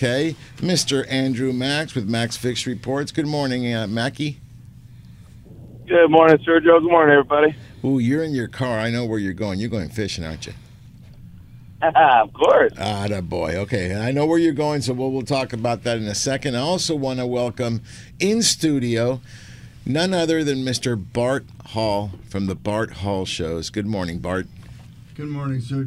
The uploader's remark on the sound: On AM 830 KLAA. "LIVE" from Angel Stadium in Anaheim, CA.